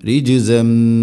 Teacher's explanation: رج രിജിസമ്മിന തൻവീനു ശേഷം മീമ് ഇദ്ഗാം ബിഗുന്ന തൻവീനിനെ മീമിലേക്ക് ഇദ്ഗാം ചെയ്ത് അഥവാ കൂട്ടി ലയിപ്പിച്ച് മണിച്ചുകൊണ്ട് ഉച്ചരിക്കണം